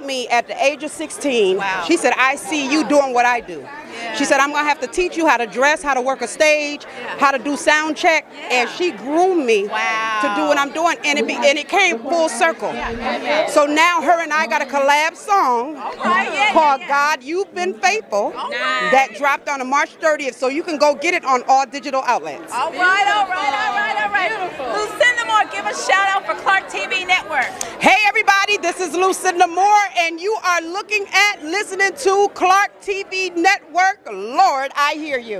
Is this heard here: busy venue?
yes